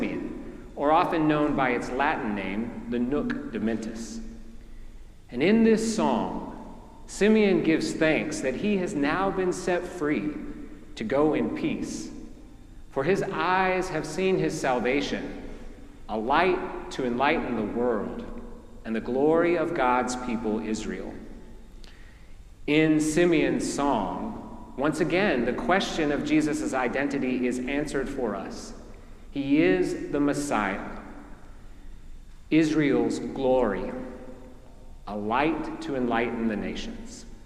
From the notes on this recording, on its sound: preached at our celebration of the Holy Eucharist on the Fifth Sunday after the Epiphany